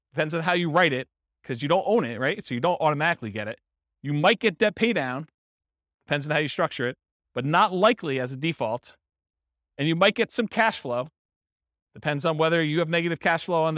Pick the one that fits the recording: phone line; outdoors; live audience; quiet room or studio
live audience